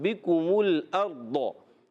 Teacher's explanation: अर्दो, यहाँ पर बाकी नीचे ज़ेर है, बग़ैर खींचे अदा करेंगे, काफ पर पेश, मीम पर पेश, जहाँ पेश आ जाते हैं ना होंठ गोल हो जाते हैं